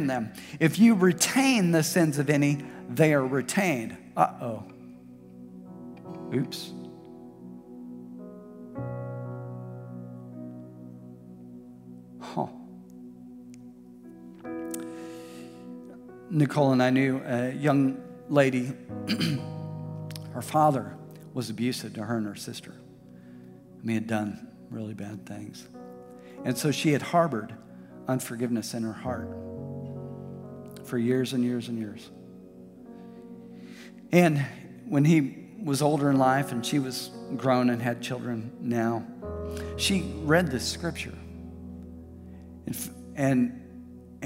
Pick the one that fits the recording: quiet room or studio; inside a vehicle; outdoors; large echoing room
large echoing room